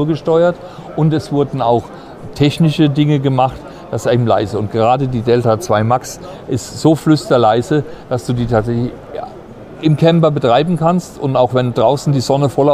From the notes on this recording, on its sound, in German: Podcast: Caravan Salon 2023 live mit EcoFlow. Live-Folge vom Caravan Salon.